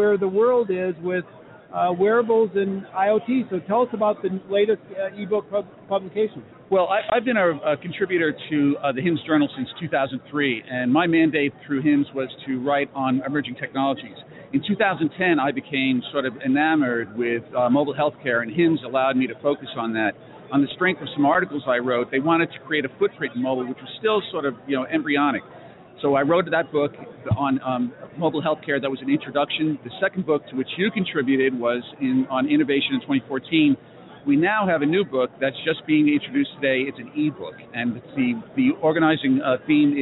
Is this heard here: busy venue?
yes